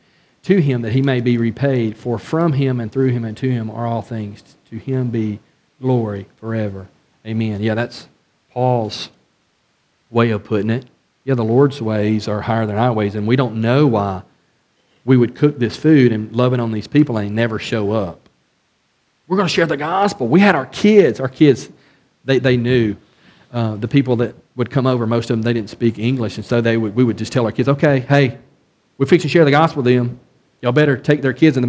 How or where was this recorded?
large echoing room